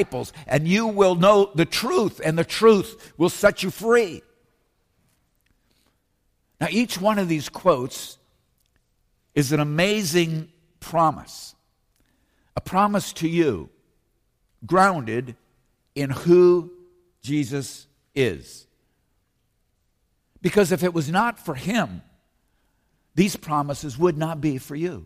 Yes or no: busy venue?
no